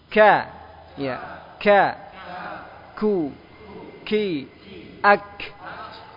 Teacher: Ya lebih ke depan, lebih ke depan daripada qaf. Kalau qaf lebih masuk.